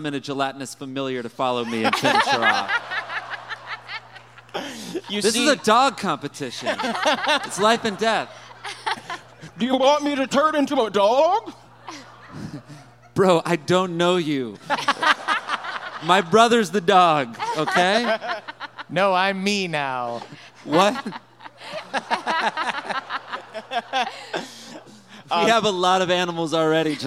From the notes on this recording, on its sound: Trinyvale LIVE in Chicago (The Dog and Pony Show). In the first ever live Trinyvale.